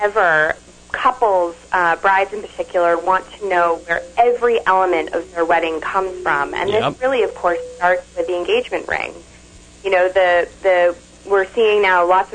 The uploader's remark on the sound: Skype Guest. Phone guest.